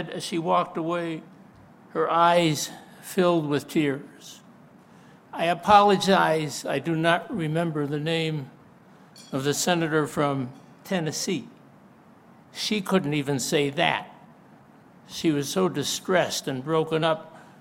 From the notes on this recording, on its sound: delivered a moving speech at the CCU for Israel event